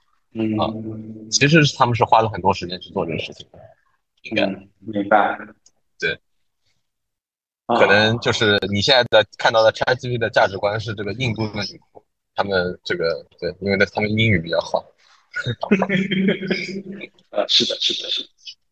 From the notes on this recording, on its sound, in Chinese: 当时主播对于如何录制、制作、剪辑播客都是一窍不通，故标识为「全损音质」。